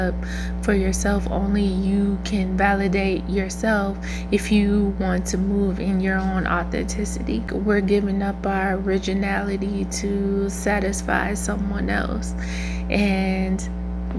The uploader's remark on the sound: Sorry, y'all for the buzz in the background but I didn't want to rerecord.